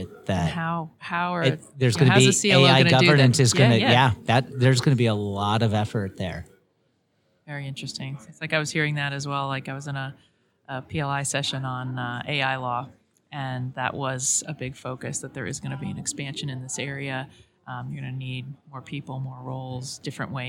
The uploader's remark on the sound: interviews at the 2024 LegalWeek conference